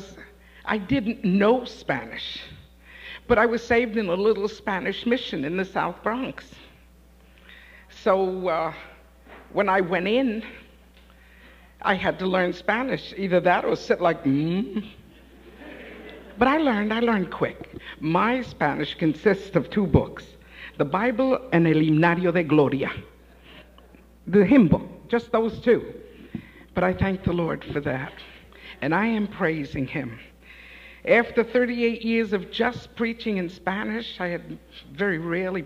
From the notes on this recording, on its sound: Live At The Love Of Jesus Family Church.